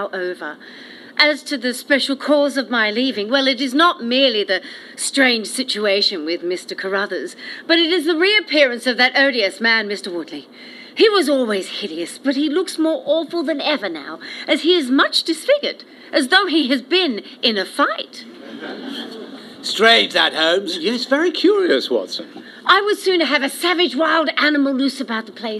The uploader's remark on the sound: Recorded in front of a live studio audience.